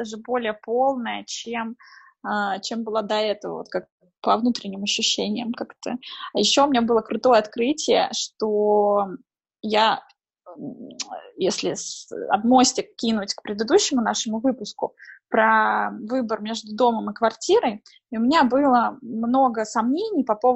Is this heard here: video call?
yes